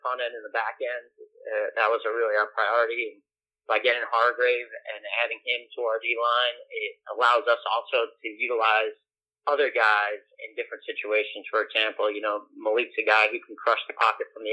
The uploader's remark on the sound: his conference call with the media